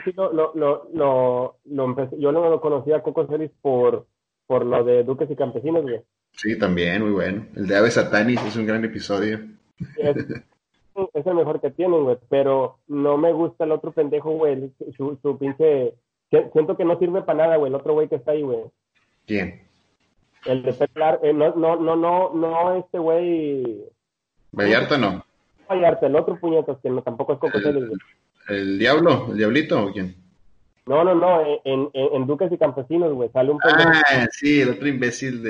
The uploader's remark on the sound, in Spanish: Primer episodio grabado por video llamada, la maldita cuarentena nos tiene alejados..